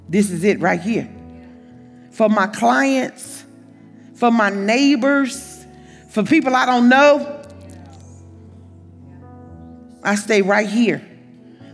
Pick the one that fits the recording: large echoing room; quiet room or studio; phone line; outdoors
large echoing room